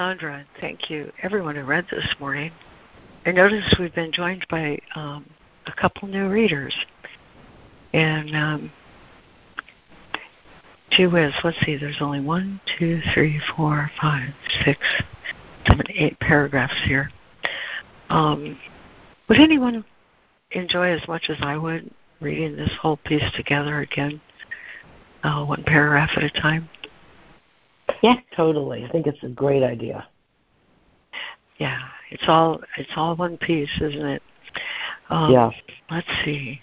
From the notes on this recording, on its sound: ACIM Daily Conference Call